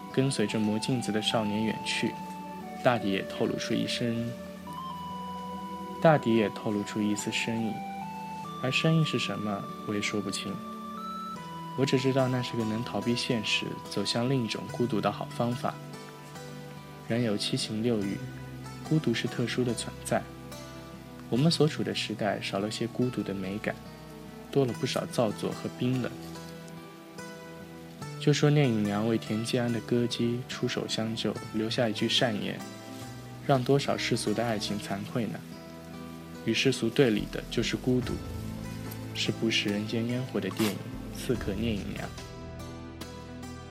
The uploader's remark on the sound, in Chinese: 这期录音诸多杂音，抱歉！